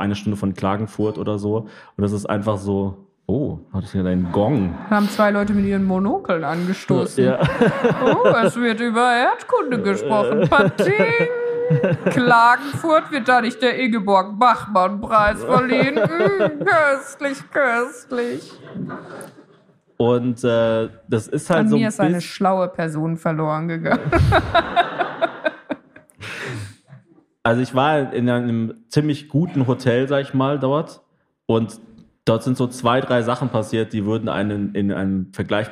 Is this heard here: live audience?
yes